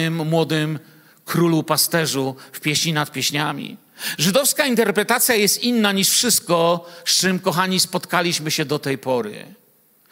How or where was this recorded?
large echoing room